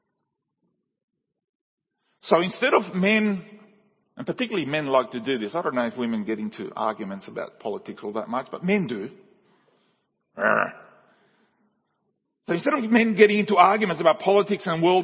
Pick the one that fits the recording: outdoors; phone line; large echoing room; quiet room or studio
large echoing room